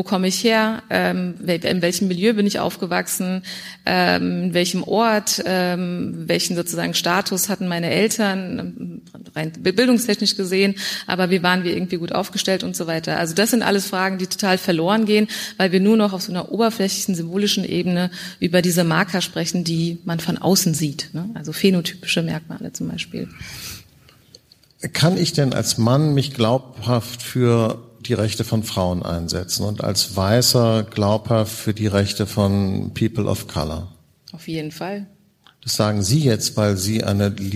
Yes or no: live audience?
yes